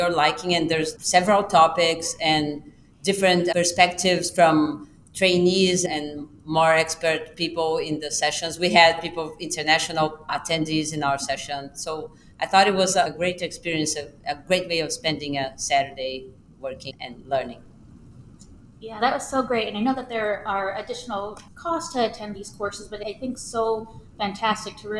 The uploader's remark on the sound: coming to you live from the American Thoracic Society 2023 Annual Meeting